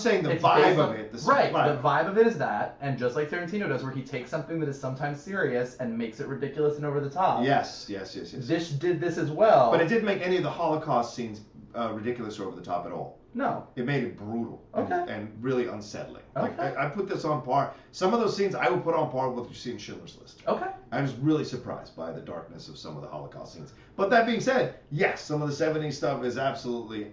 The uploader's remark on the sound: HAD TO USE THE CAMERA AUDIO INSTEAD OF OUR MICS AUDIO, THE H6 AUDIO WAS DAMAGED.